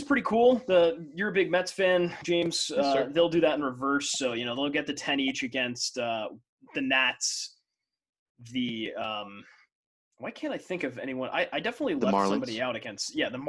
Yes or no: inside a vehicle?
no